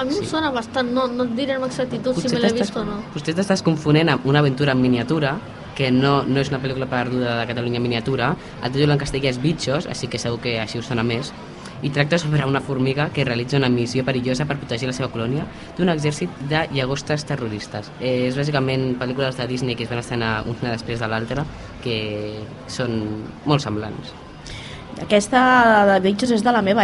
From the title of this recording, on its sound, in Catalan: EN DIRECTE desde la Fira de la Candelera